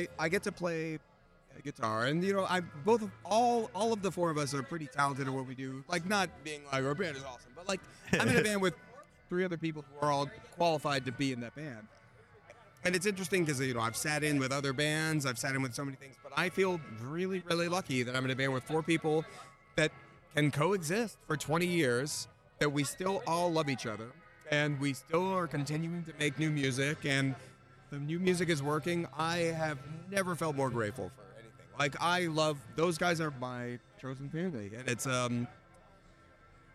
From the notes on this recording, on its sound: Live & On-Site at Riot Fest 2023.